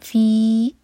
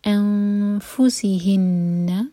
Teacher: فی پر چار ہر کا لمبا، مد منفصل ہے. انفسہن، اخفا ایسے کریں گے کہ فا کے لیے ہماری زبان تیار ہو.